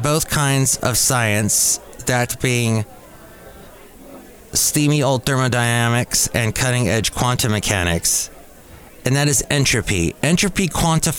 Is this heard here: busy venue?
yes